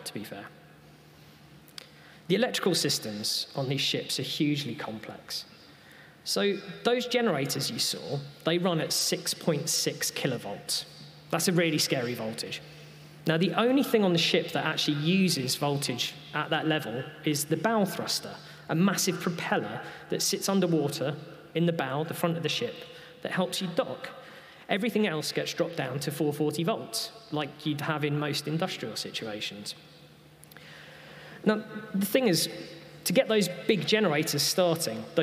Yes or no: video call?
no